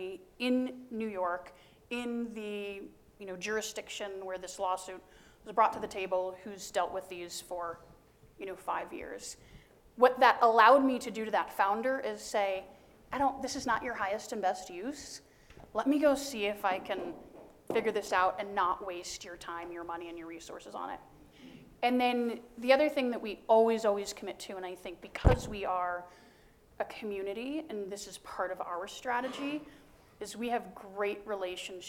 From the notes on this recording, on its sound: Recorded live in front of an audience of 150 students, faculty, entrepreneurs and innovators on the University of Denver campus.